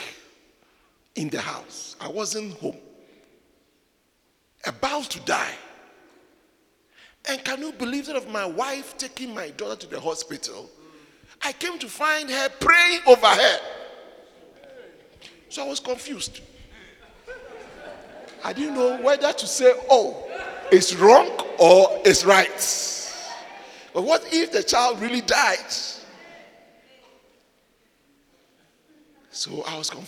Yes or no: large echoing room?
yes